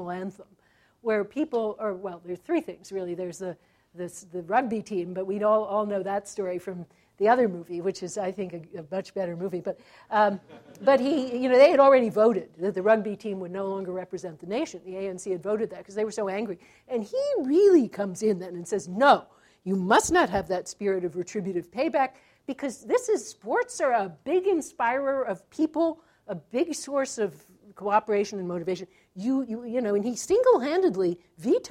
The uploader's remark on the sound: This talk was recorded January 14, 2014 as part of the Chicago's Best Ideas lecture series.